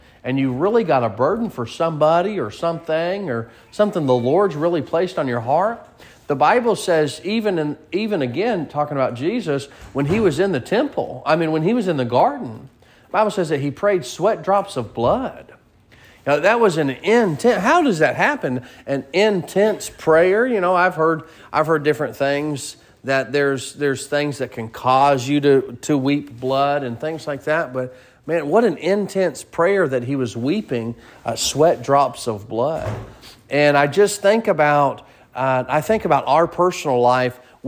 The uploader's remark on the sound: Sermon preached at Mid County Baptist Church